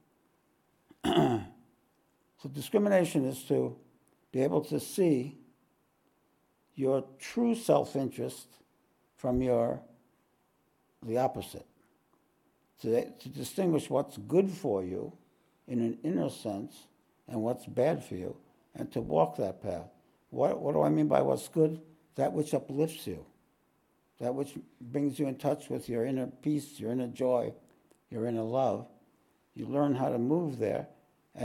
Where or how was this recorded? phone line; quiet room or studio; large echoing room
large echoing room